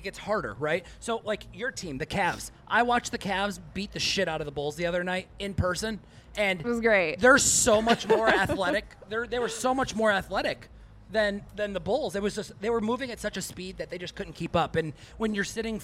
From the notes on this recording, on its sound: broadcast live from the District Bar in Scottsdale, Arizona